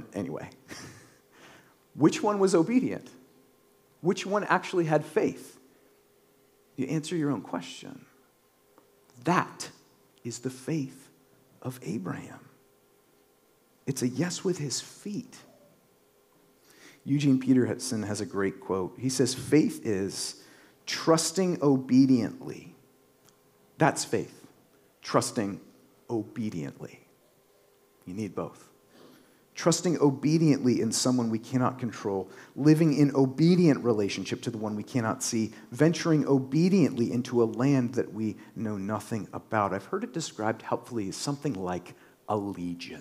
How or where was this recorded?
large echoing room